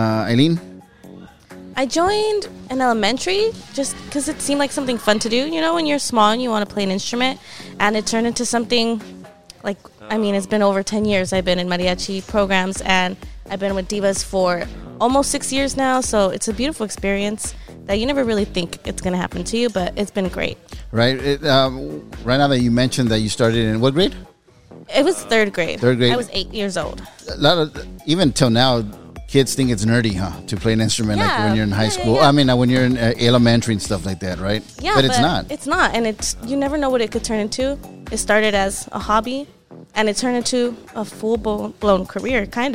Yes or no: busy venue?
yes